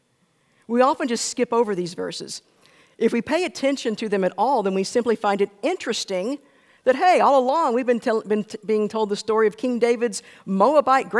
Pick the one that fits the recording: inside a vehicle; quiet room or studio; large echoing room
large echoing room